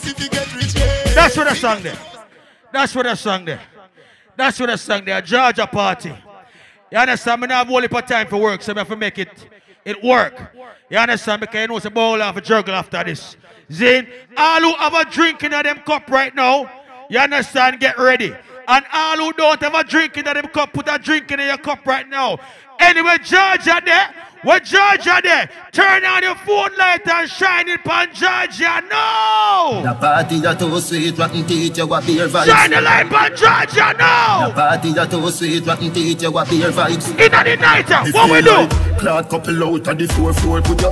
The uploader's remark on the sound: Sexy Boots Affair "Grown & Sexy" Live in LA